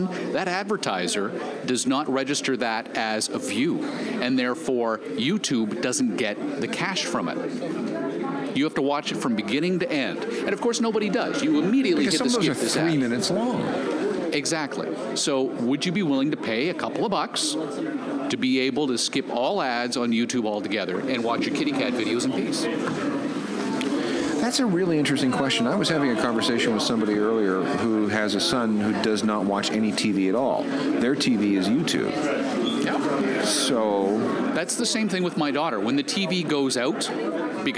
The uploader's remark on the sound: We’re live on location at the Toronto Downtown Record Show.